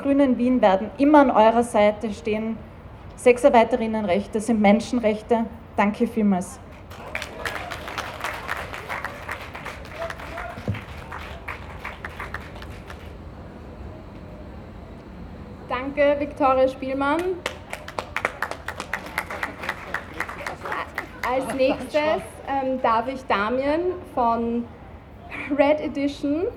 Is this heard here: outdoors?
yes